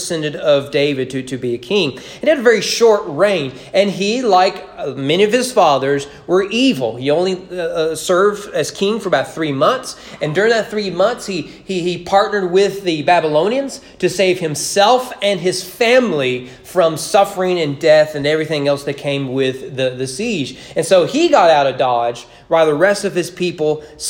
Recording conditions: large echoing room